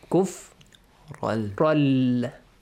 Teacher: You merge kufran, the tanween, into the lam. Kufral. Yeah.